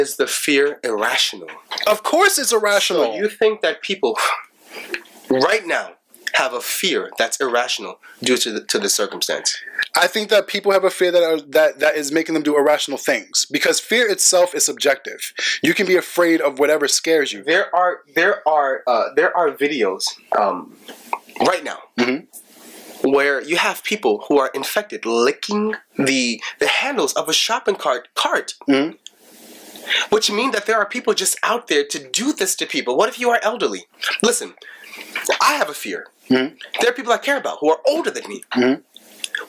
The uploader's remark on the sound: Forgive the audio and the rambling, ideas was swirling and comments were coming in.